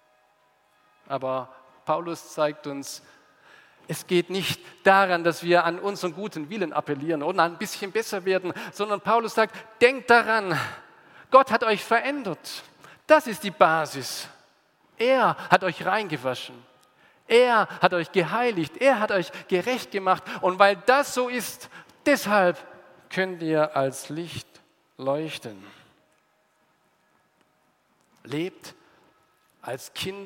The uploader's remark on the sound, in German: aus dem Gottesdienst der Liebenzeller Mission